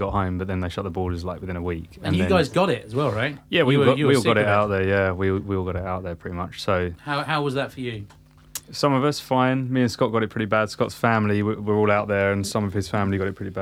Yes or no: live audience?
no